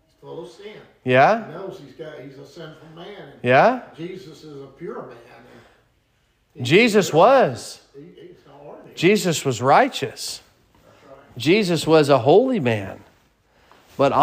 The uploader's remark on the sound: Sermon preached at Mid County Baptist Church